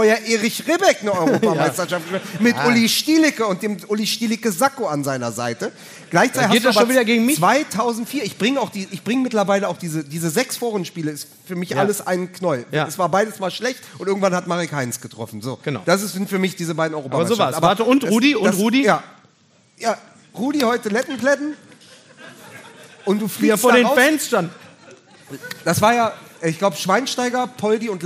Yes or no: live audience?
yes